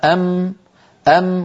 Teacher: تصطدم شفتاه العليا والسفلى فينحبس الصوت خلف الشفتين، وعبر عن ذلك بالأسهم الحمراء، فلا يعود بعد ذلك يمر من جهة الشفتين صوت أبدا ويتحول إلى الخيشوم. · Term: الميم